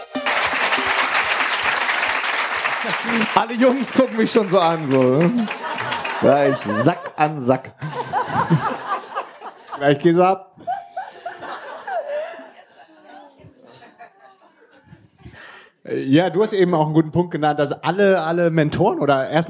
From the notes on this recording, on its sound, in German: Das sind die beliebtesten Interview Gäste der LIFE HACKZ Show zusammen in einem Panel. Im Rahmen der DNX 2017 haben wir das erste All Stars Panel mit. Aufgenommen zusammen mit 250 Leuten im Publikum. Fragen aus dem Publikum.